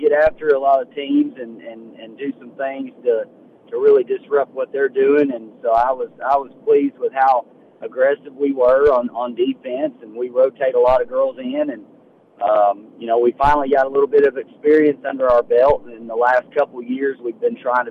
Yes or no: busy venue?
yes